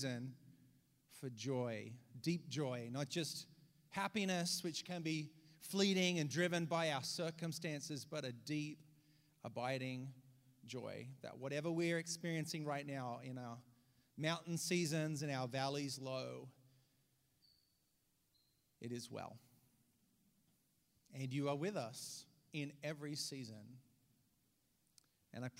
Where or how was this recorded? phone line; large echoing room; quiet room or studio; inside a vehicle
large echoing room